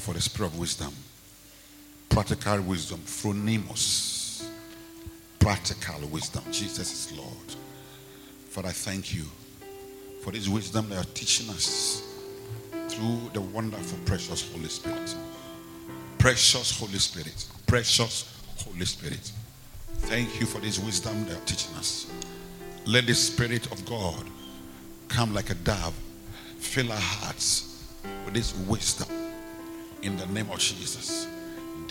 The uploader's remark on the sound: Preached at Rose of Sharon Cathedral, Catch the Anointing Centre Denomination, LA -Accra